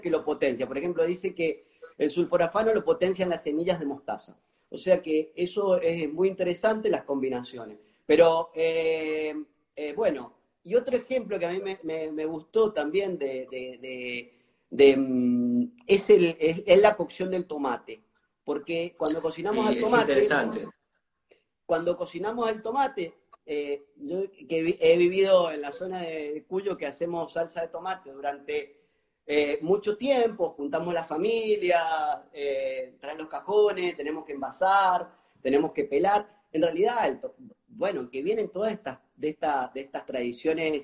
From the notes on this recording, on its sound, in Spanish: Audio de la charla en VIVO por Instagram